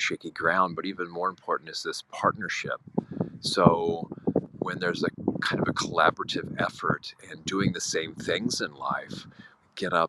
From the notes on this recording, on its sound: Insight Timer live event. In the less than ideal recording environment of the windy English countryside.